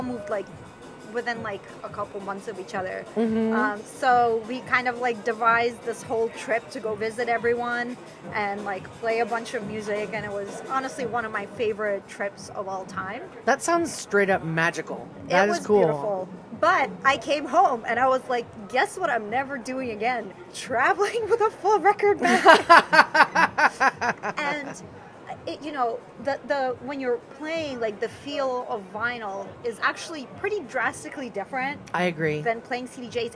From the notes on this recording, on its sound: Chats with 2 guests. Recorded live from a Le Selva (USA) event in San Antonio, Texas.